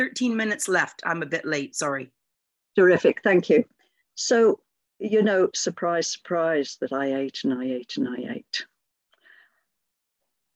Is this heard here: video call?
yes